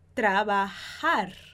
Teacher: Tra é o R depois de uma consoante, então não faz o R forte, é o R igual em português.